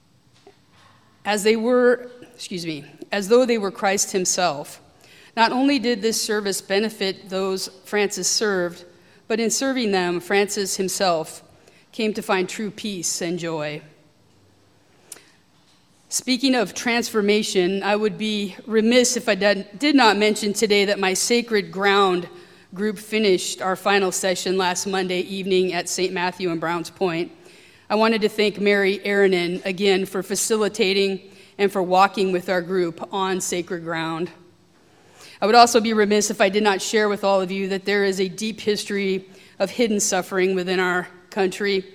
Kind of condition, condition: setting, large echoing room